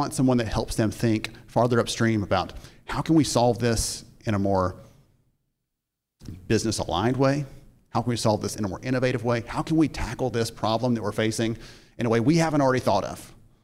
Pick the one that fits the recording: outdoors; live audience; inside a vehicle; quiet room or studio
live audience